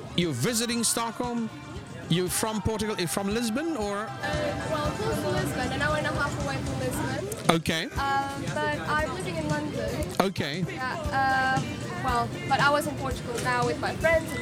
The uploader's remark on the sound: On 9 September at the Hornstulls Marknad in Stockholm. On 9 September at the Hornstulls Marknad in Stockholm.